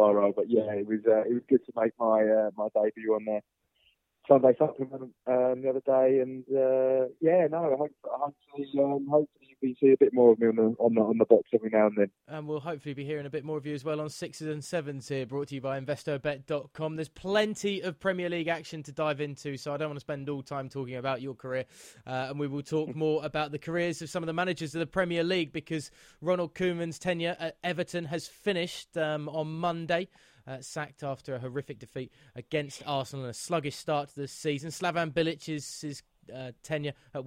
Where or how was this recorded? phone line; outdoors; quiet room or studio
phone line